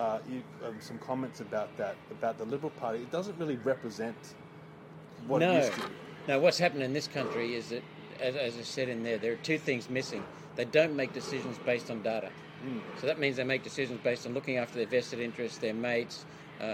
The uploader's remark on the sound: Fired Up at the Friedman Conference. We are at the 2022 ALS Friedman Conference – Australia’s biggest and best pro-liberty conference.